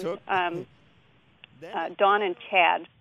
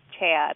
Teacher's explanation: Is the raised ah sound that you hear in Chicago. Chad. It's a longer vowel than it is in you know, other regions of the country, and you can hear it pretty distinctly when he says Chad.